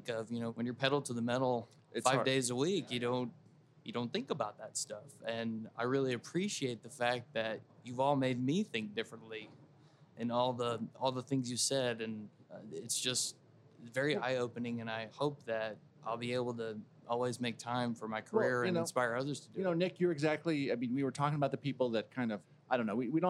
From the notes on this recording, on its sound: This episode was taped live at VMworld